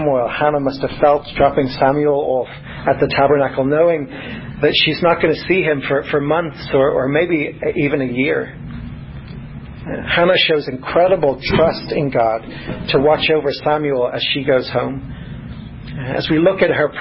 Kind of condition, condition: setting, large echoing room